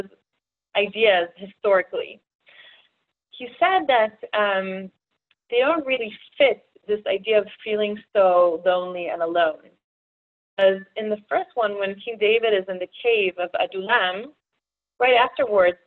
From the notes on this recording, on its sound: Zoom Class